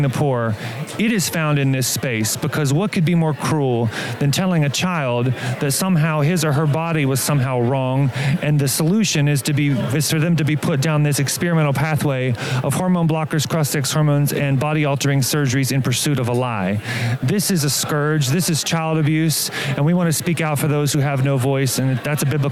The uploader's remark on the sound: This episode was recorded live at the Family Research Council’s Annual Pray, Vote, Stand Conference in Washington D.C.